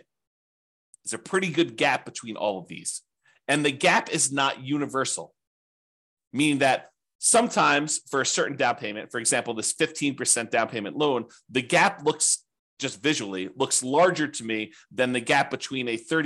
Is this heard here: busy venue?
no